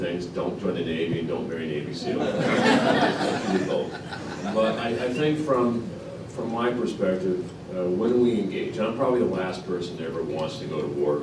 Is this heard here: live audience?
yes